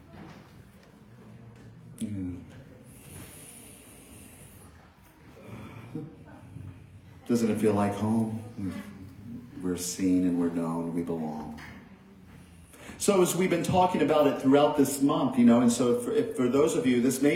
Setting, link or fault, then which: setting, large echoing room